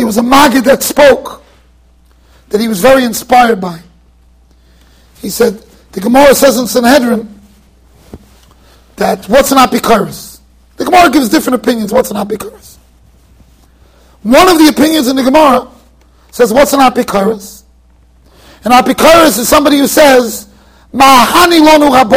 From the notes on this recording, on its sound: Shiur recorded in Yeshivas Ohr Reuven, Monsey NY.